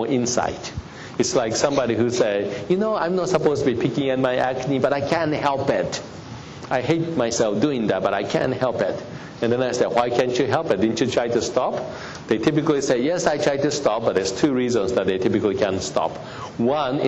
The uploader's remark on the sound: Audio podcast from the 8th Annual SDPA Dermatology Symposium in San Francisco.